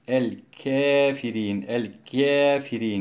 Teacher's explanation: Yine ravisi Ruveys, yani Yakub'un ravisi Ruveys, eliflamlı el-kafirin kelimesini kaf harfini imale ile okur